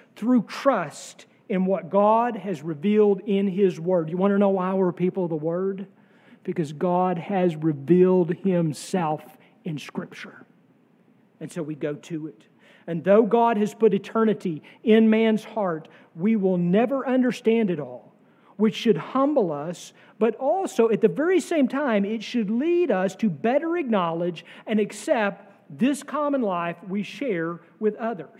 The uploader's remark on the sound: sermon from our worship service on June 18, 2023